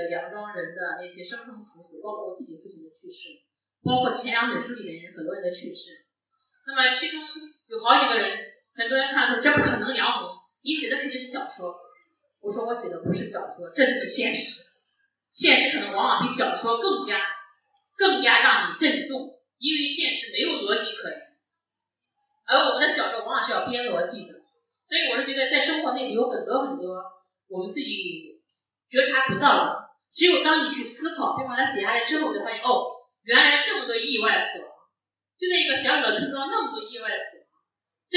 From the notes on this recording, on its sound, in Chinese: 现场特辑。本次节目属于现场临时录制， 音质较差请谅解。